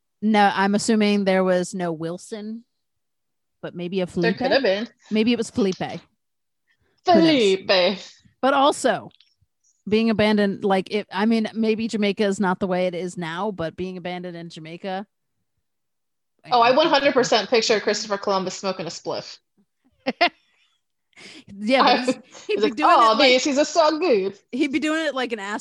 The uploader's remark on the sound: This is our first episode recording on Zoom...strangely clearer than my other recordings but be kind, there may be some issues